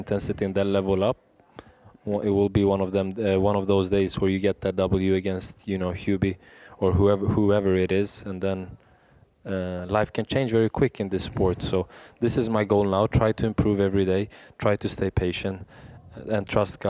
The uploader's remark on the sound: Arizona Tennis Classic Press Row. Recorded live at the Arizona Tennis Classic.